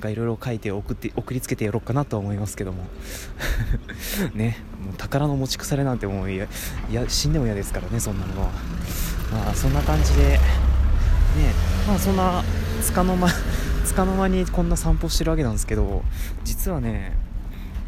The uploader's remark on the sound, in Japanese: 歩きながらの収録。外を歩きましょ！